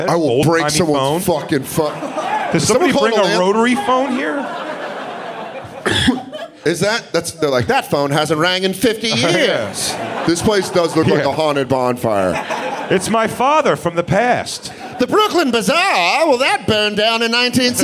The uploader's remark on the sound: The Bonfire Live 3 Year Anniversary at Skankfest NYC 2018 in Brooklyn, New York. Celebrating a milestone live from Skankfest in Brooklyn. It was a packed crowd.